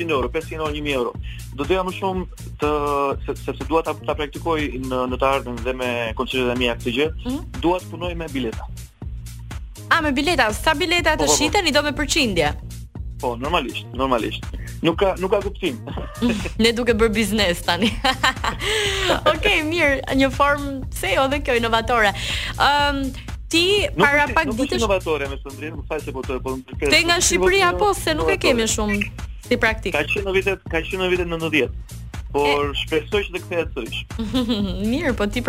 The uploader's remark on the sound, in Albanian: Në një lidhje telefonike në emisionin Lancio.